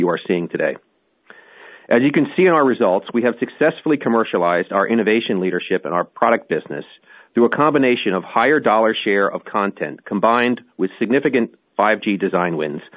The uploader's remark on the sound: Earnings Conference Call